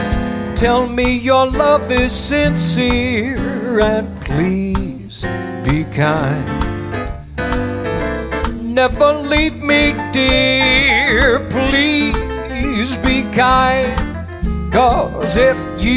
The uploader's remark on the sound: Live at the South Point Hotel, Casino and Spa in Las Vegas Nevada.